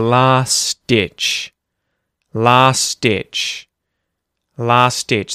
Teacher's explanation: the T and the D join together, and it just sounds like the D at the front of ditch. So, you're going to hear last-ditch, last-ditch. · Term: connected speech